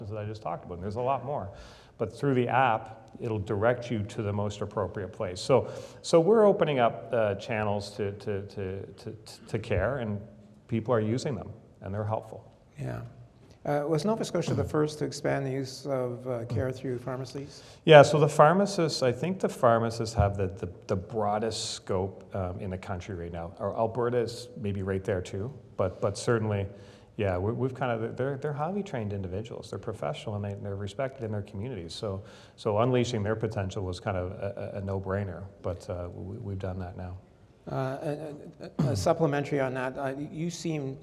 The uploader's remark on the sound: This episode of the Insights Podcast features a conversation recorded live. At the Halifax Chamber's Economic Forum.